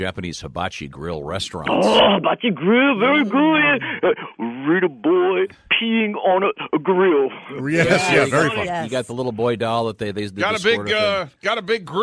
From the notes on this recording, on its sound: A Japanese Tourist Calls. A phone call from a Japanese tourist.